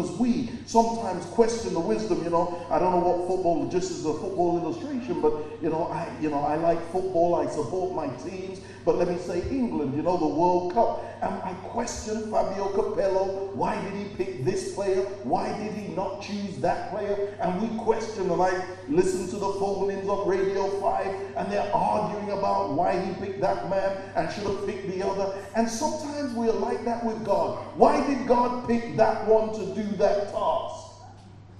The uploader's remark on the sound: preached at Birmingham Fellowship Church